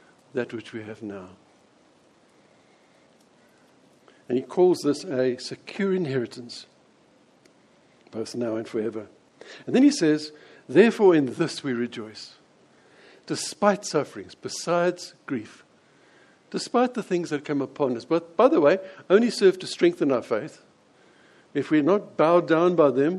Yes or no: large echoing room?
yes